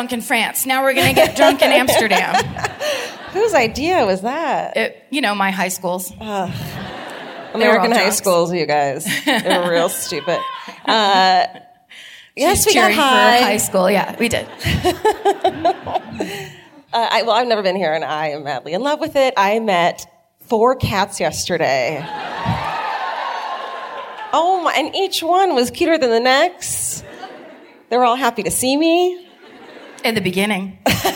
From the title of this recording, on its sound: Live at the De Meervaart in Amsterdam (2018)